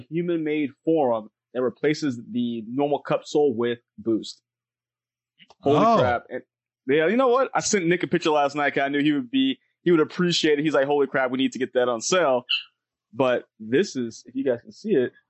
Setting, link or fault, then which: link, video call